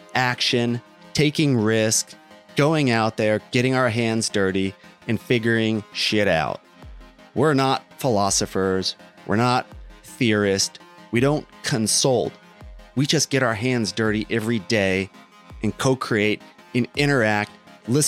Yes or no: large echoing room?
no